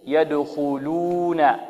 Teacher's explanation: الخاء هنا مفخمة، الخاء من حروف التفخيم